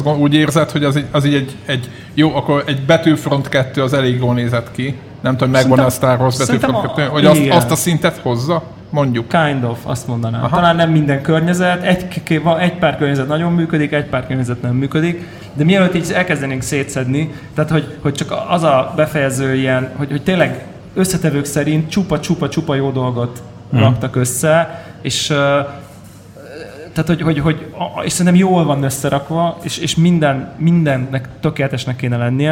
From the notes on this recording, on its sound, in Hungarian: Felvételét élõ közönség elõtt rögzítettük, elképesztõen jó hangulatú party volt. A Konnektor 500 helyszíne a FLOW kávézó volt.